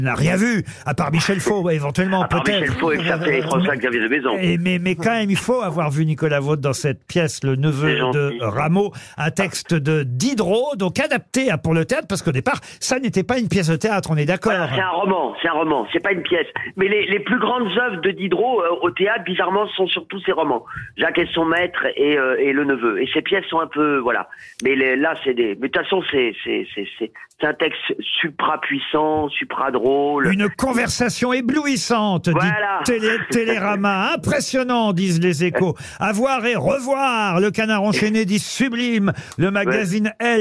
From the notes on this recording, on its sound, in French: au téléphone des Grosses Têtes